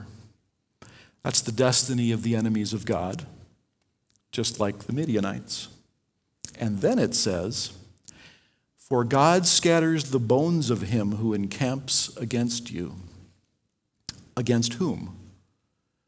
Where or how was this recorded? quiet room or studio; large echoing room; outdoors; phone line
large echoing room